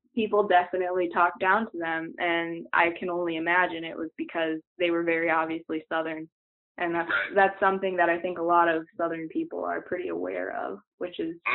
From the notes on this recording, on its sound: We start this season with dispatches from the road. The audio quality of the interview is less than stellar.